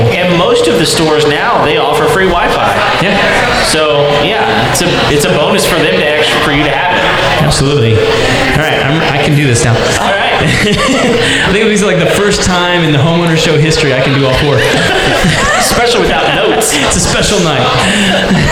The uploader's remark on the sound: That time we did a live show. Live show at the Thistle Drafthouse in Spring TX.